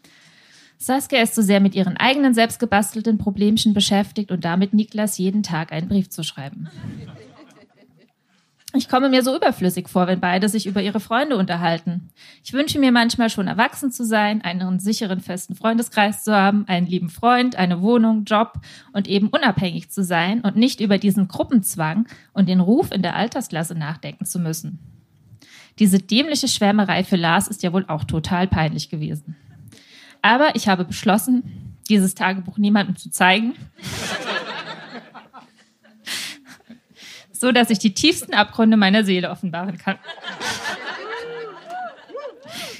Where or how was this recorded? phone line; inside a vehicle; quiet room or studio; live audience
live audience